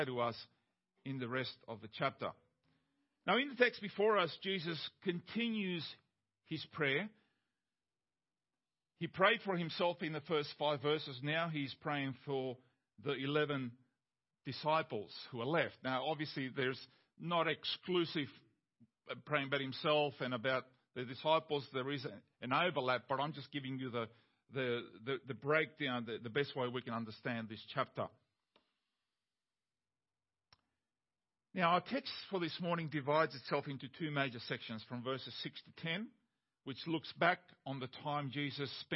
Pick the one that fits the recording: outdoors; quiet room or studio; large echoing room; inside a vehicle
large echoing room